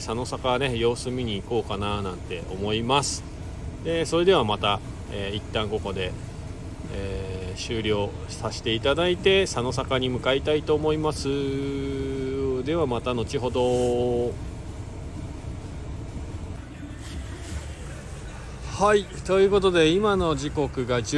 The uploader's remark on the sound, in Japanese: 本日、白馬４７スキー場から パウダー求めて白馬さのさかスキー場にハシゴして 滑り終了後 車の中から。